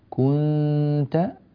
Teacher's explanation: لا تلصق لسانك في مخرج النون إذا جاء بعدها تاء، كنت اللسان يقارب مخرج النون ولكنه لا يلتصق فيه